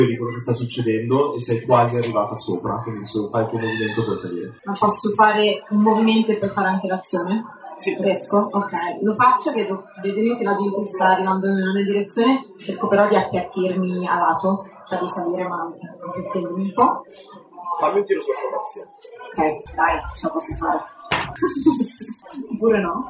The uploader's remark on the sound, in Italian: Live Parte Due. In live dal Play di Modena, la qualità non è il massimo ma il divertimento è assicurato.